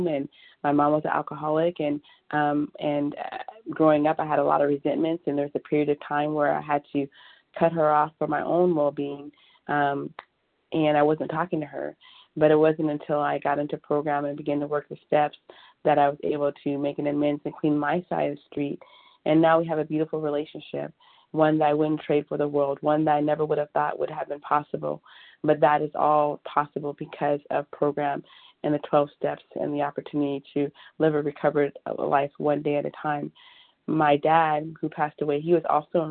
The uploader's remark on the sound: 100 Pounders Phone Meeting